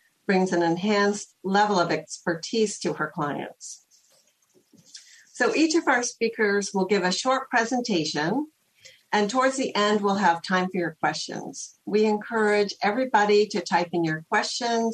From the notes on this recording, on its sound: This program was recorded via video conference on October 27th, 2021 by the Commonwealth Club of California.